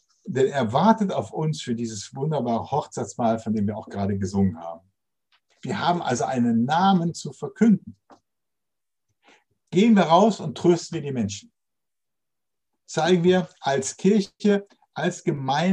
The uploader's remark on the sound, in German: Zoom - Gottesdienst